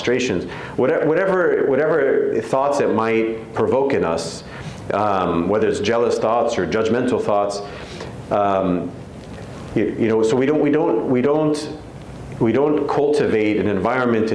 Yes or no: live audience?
yes